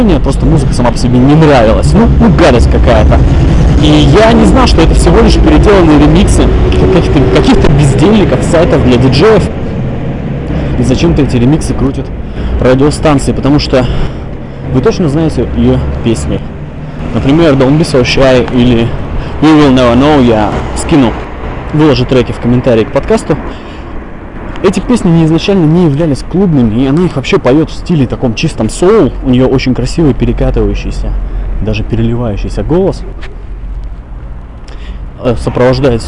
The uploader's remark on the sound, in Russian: Продолжение подкаст-марафона по случаю Дня Радио. Атмосферный шум центральных улиц города Иркутска. Ужасное качество записи.